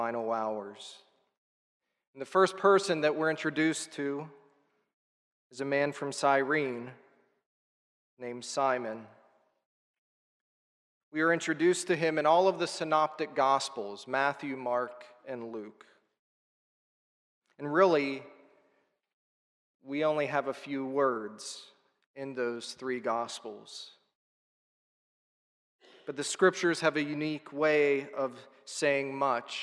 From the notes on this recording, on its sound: This is a sermon recorded at the Lebanon Bible Fellowship Church in Lebanon, PA on 04/15/2022 during the Good Friday Service. Five guest pastors associated with the Lebanon Bible Fellowship Church spoke.